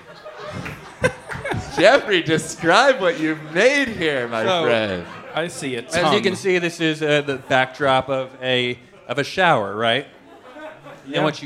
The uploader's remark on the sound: Live in Brooklyn